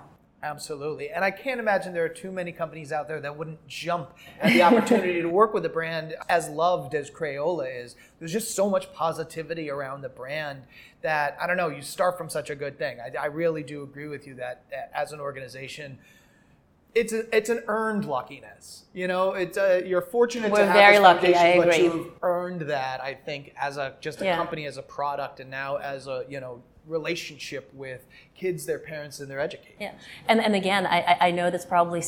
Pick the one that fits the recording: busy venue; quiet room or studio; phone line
busy venue